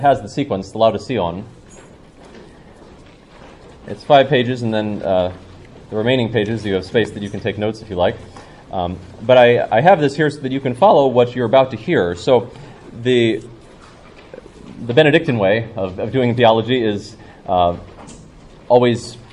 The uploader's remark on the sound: Talk given at Evangelium Ireland conference.